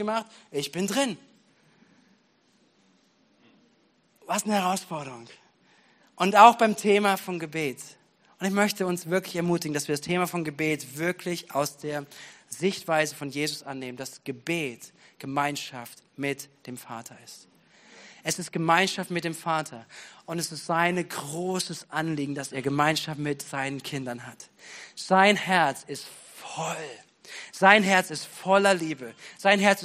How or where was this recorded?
large echoing room